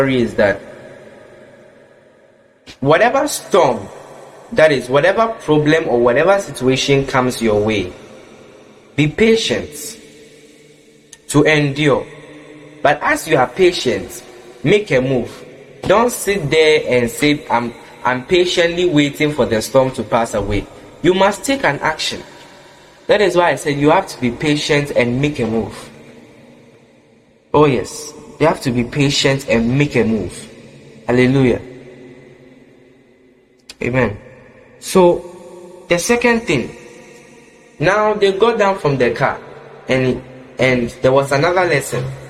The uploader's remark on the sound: Preached at the Qodesh Family Church Leamington Family Service, LIVE from the Love Arena Church, Accra - Ghana